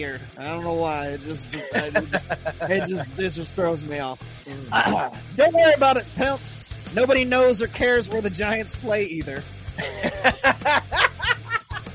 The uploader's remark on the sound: Checks in live from the road to talk about the wind he’s been dealing.